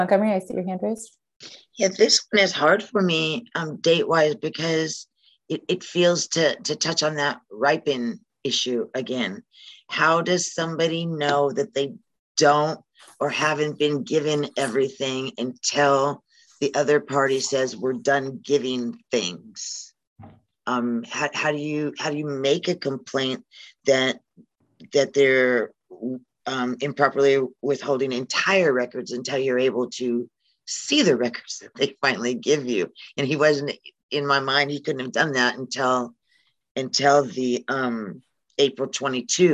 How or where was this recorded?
video call